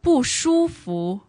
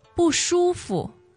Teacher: Yes, and with the pronunciation, I want to highlight that a lot of people actually pronounce 服 as the second tone · Shown in: first take